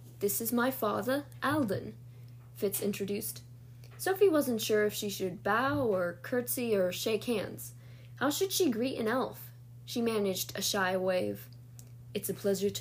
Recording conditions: sounds in the background